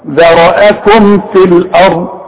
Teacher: اذا جت ميم بعدها ف اثبت الميم خلي الميم تظهر وتبان جدا · Term: ميم اظهار